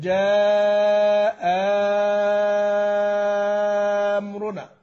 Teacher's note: المد الأول طبعا قنبل يمد أربعة وورشة ستة